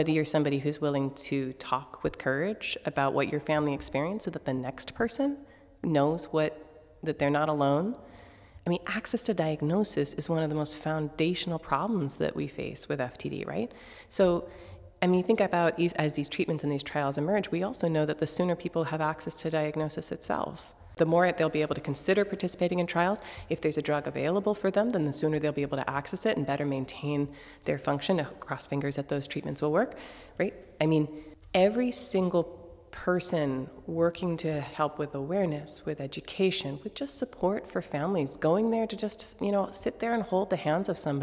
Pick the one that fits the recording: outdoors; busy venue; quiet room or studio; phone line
busy venue